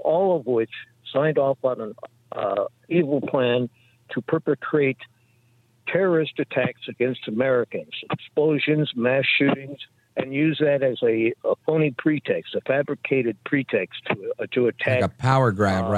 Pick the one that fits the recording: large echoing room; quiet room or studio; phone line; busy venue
phone line